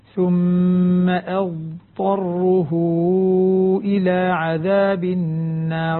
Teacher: لاحظ الضاد ليس فيها قلقلة وإنما فيها استطالة